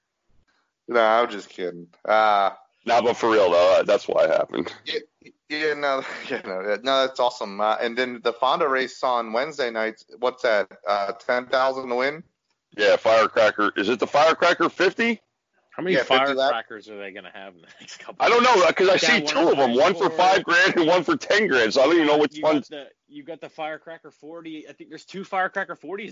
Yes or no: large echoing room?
no